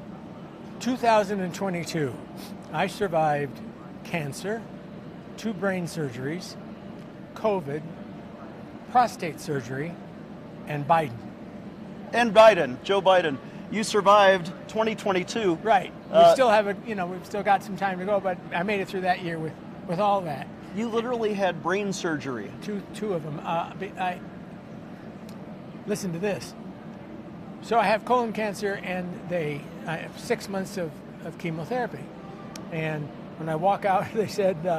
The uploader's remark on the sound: on location at the Western Conservative Summit